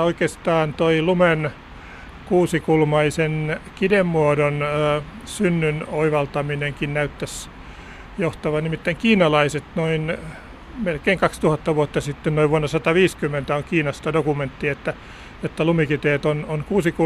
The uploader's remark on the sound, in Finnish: vesisateisella lumiretkellä